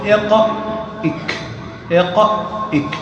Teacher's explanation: لذلك قال ثم الكاف أسفل، أي الكاف مخرجها أسفل قليلا من مخرج القاف مع ما يحاذيها من الحنك الأعلى. القاف قريبة إلى جهة الحلق، والكاف أقرب من القاف إلى جهة الفم